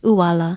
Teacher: Uala is spelled okina u-a-l-a with the glottal stop or okina at the beginning of the word, and it is pronounced uala.